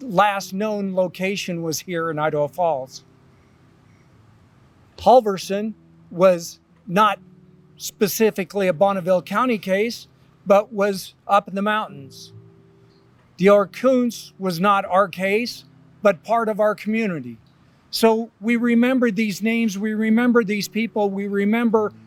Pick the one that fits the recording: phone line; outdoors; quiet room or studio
outdoors